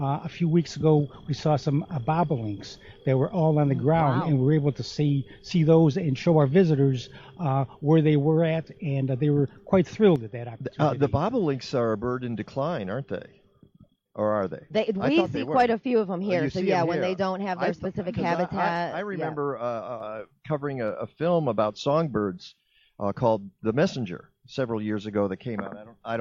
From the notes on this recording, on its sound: broadcast live from Midewin National Tallgrass Prairie, just southwest of Chicago near Wilmington, Illinois